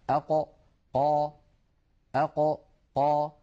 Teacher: القاف كما نعلم يا إخوة من أقصى اللسان، مع ما يحاذيه من الحنك الأعلى